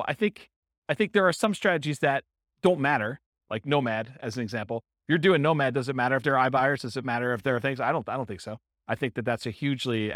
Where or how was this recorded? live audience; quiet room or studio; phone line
live audience